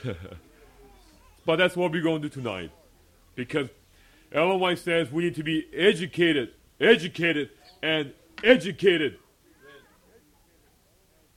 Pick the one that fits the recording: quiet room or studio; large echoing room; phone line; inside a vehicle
large echoing room